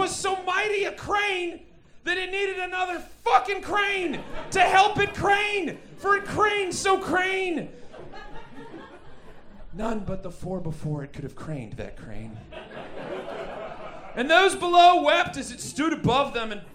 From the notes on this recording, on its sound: Recorded LIVE at Chicago’s Historic Green Mill Lounge on September 23rd 2023